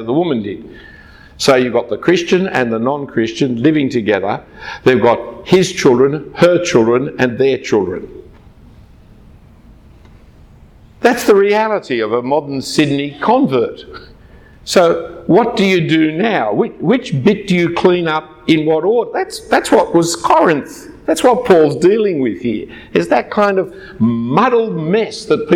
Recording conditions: large echoing room